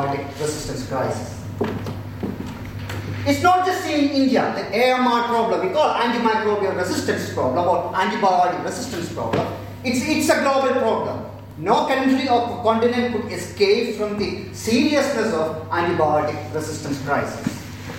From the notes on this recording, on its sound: Spoke at the Science Museum Lates event “Illuminating India”.